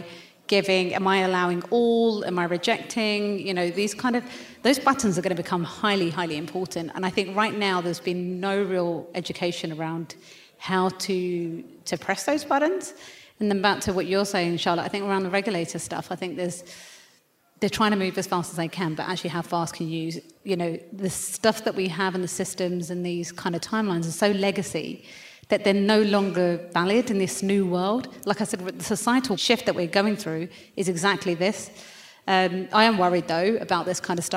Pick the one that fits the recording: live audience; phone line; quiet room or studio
live audience